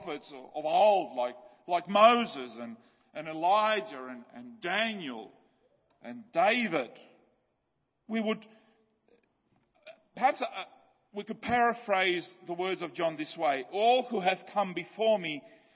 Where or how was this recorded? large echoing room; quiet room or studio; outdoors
large echoing room